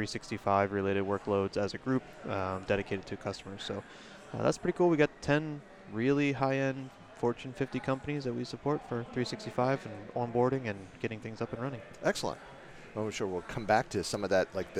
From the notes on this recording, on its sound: This recording was following an "unconference" breakout at Microsoft Ignite on the topic of community building. Recorded in November 2019 from Microsoft Ignite (#MSIgnite) Podcast Center.